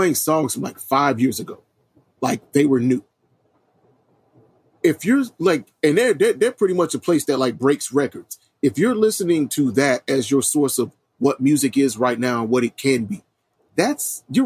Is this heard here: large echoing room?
no